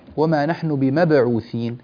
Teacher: قلقل الباء بمبعوثين بين قلقلة الباء بشكل جيد